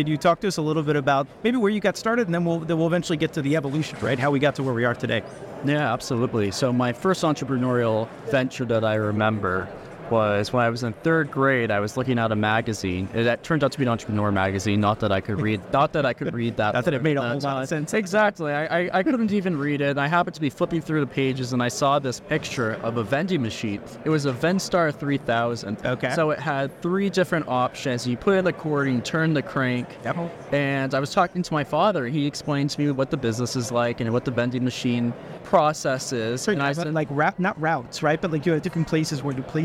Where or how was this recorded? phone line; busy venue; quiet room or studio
busy venue